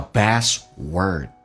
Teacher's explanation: best 的 T 去掉，但气流不要阻塞，因为前面是一个辅音